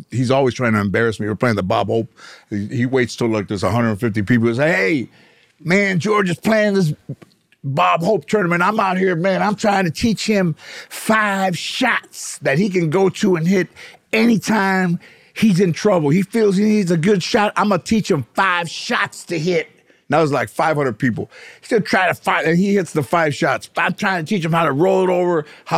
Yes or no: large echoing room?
no